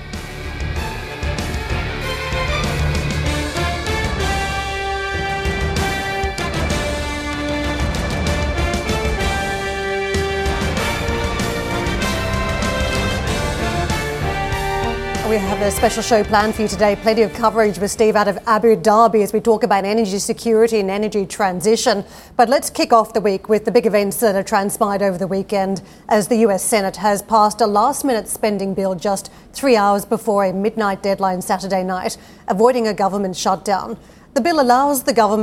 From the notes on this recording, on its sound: We are live at the ADIPEC summit in Abu Dhabi where we will be speaking to whole hosts of guests from the energy sector.